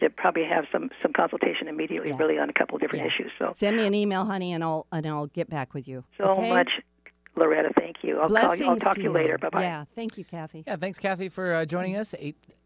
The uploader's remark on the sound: Open Call-In Show Day